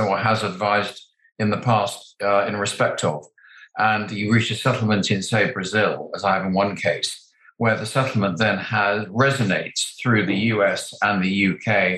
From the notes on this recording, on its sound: A recording of a virtual panel discussion hosted by Fountain Court’s commercial crim group.